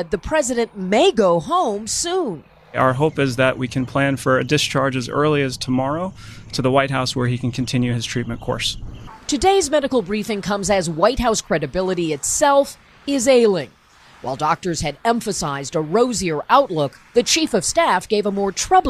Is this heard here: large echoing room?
no